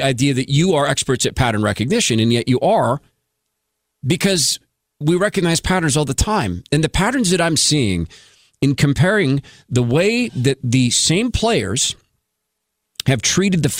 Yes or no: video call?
no